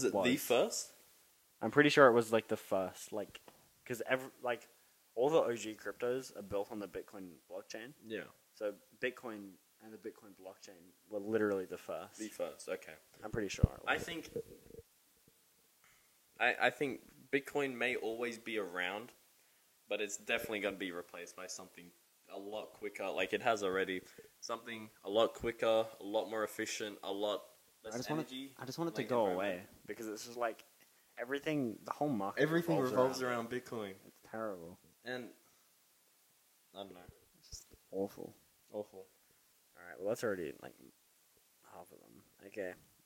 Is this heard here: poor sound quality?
yes